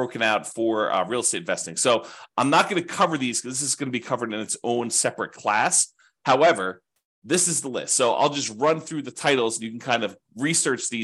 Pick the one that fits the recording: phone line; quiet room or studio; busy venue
quiet room or studio